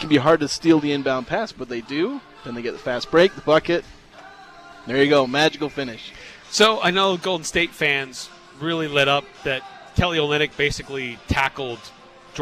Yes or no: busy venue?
yes